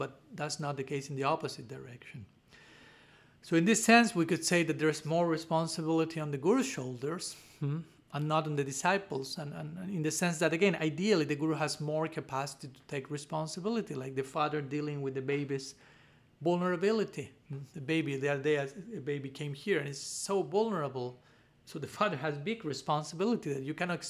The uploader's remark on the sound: given at Radha-Gopinatha Mandira on March 14, 2023